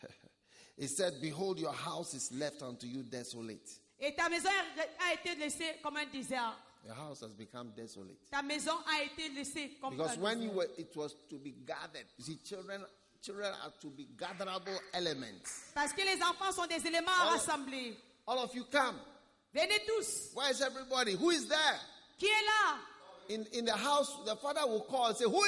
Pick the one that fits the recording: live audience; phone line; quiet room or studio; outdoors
live audience